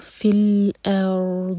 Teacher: دود ہمیشہ زبان کی سائڈ سے پڑھا جائے گا، اور دود ساکن پر ہم استطالہ کرتے ہیں یعنی کہ تھوڑا سا ٹائم دیتے ہیں. تو یہ ہوگا فی الارض، جو آخر میں ساؤنڈ ہے اس کی آواز آنی چاہیے.